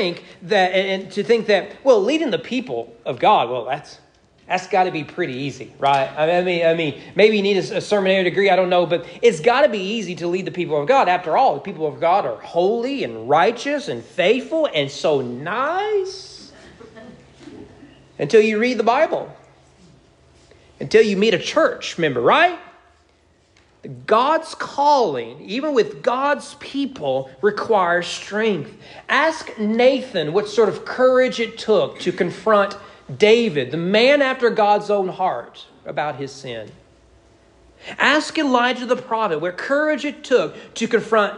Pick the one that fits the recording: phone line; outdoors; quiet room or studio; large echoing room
large echoing room